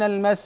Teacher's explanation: لاحظ تجد أن الصوت يجري مع السين · Term: الرخاوة